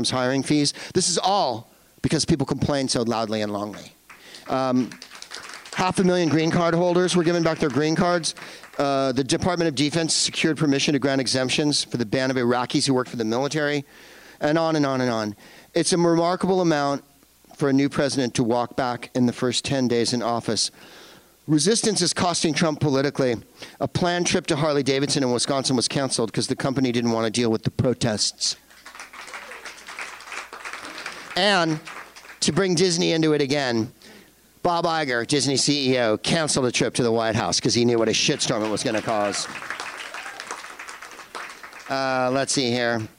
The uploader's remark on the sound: Live from the Improv in Irvine